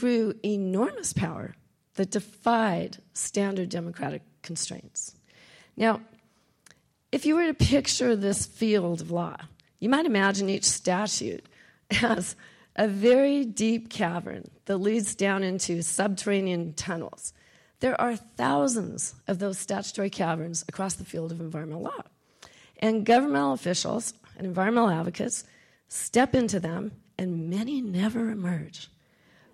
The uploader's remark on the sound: Recorded at the University of Oregon.